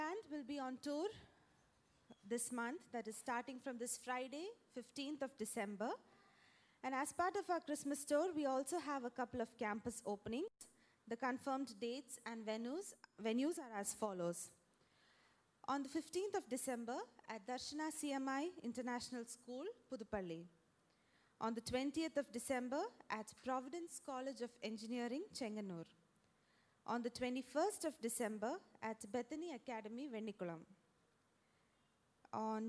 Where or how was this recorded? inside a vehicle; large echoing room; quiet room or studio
large echoing room